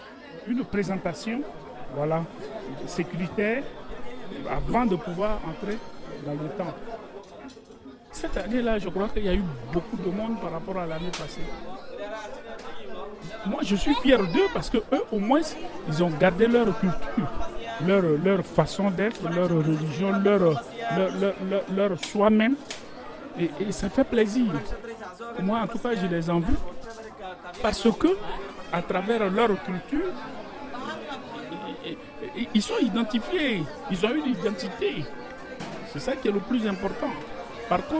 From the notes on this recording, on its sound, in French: A Paris, la communauté hindoue le célèbre via une grande procession bigarrée qui traverse les rues et les ruelles du quartier de la Chapelle, dans le 18e arrondissement. J’ai plongé au cœur de la fête avec mon microphone.